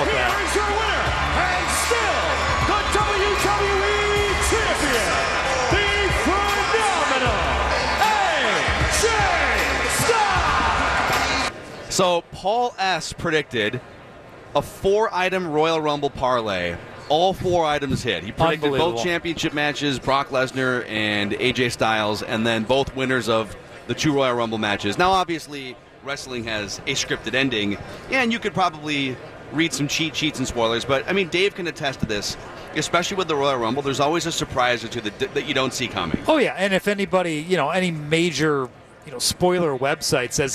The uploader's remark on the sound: Live from Radio Row all week.